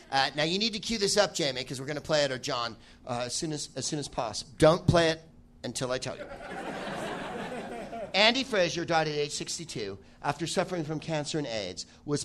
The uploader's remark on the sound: Live from Comedy Works in Denver